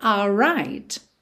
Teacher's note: Percebe que você já junta o are no right pelo R